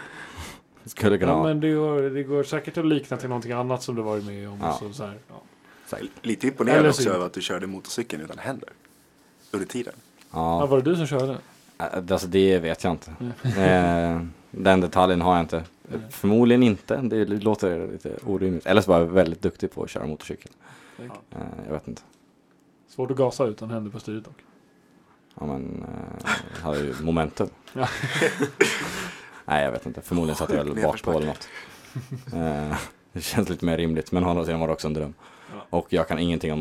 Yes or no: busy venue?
no